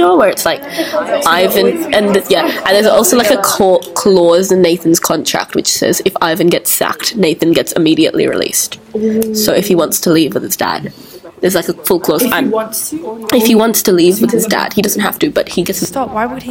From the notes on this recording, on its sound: please do ignore background noise as we did record this during our study class